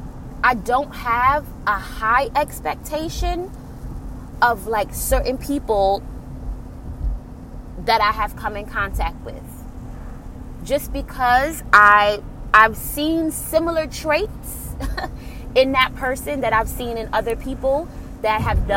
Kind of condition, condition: setting, inside a vehicle